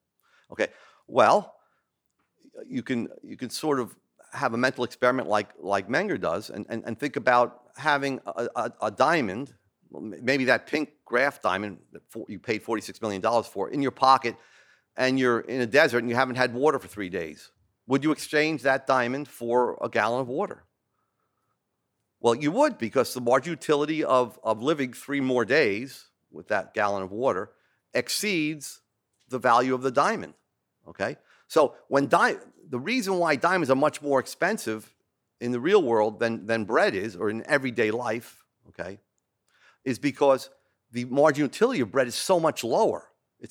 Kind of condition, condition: setting, large echoing room